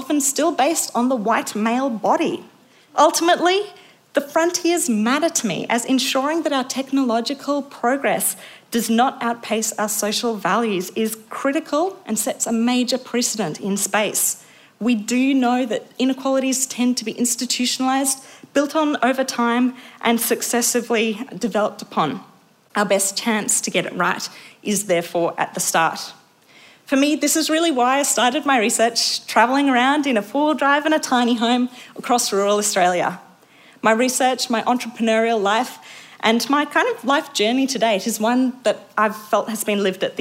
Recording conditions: live audience